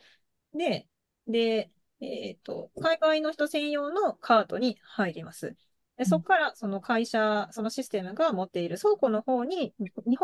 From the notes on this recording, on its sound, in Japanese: 毎月１回、ZOOMで集まってお話ししています。